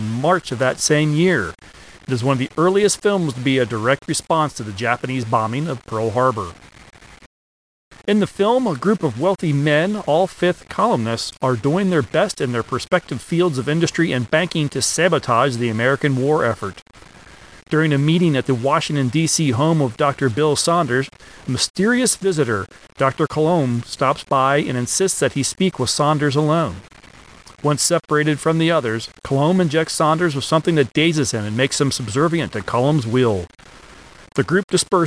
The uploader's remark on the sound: There was an error in editing and there are some audio issues.